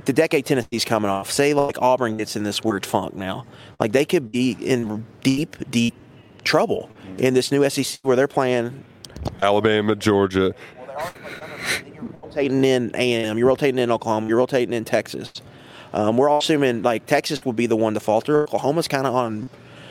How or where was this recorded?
busy venue